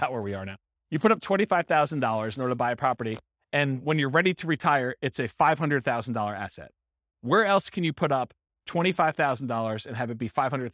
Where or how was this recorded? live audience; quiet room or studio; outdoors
live audience